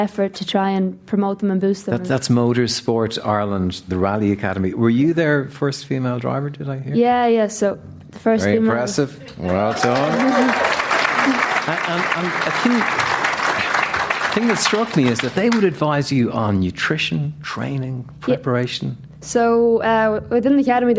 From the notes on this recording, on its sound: comes to you today live from Galmont Hotel for Movies and Booze